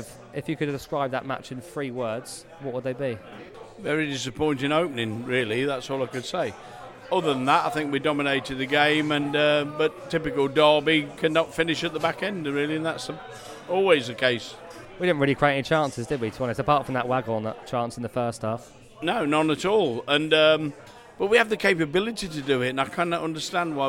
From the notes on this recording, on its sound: Relocated to the pub for the latest East Midlands derby in our first pod recorded directly before and after a Rams game.